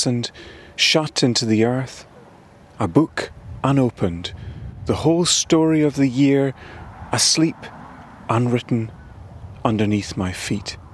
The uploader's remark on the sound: A beautiful and relaxing walk on the Isle of Seil.